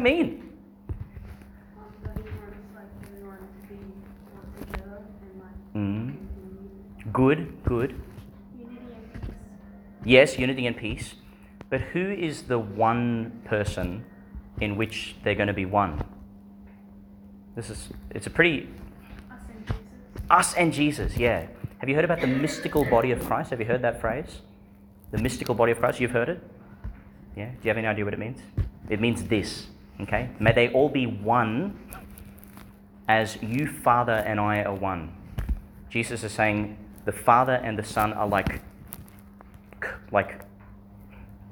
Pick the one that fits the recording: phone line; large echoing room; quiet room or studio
large echoing room